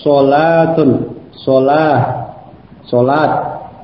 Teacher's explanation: huruf lam tersebut itu terpengaruh oleh huruf sad sebelumnya · lam itu menjadi lam mufakhamah, lam yang dibaca tebal